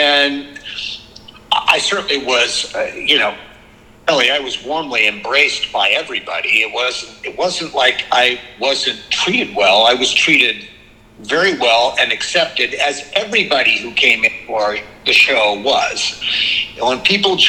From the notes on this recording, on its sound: in a phone interview